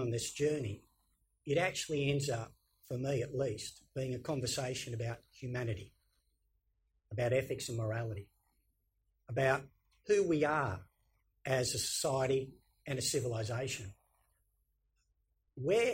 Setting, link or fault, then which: setting, large echoing room